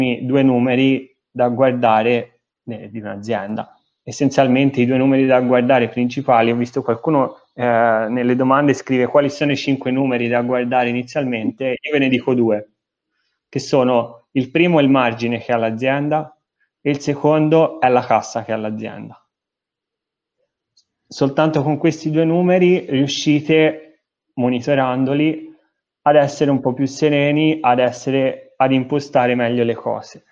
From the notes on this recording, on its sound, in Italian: Audio pillole webinar.